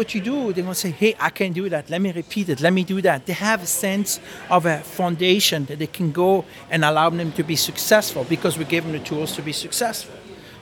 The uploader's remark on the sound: bringing my microphone to glean insights from the leaders in attendance during the spaces between the mainstage events